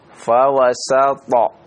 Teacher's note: Tetap ya sinnya dibaca dengan harokat fathah yang berarti dia istifal ya.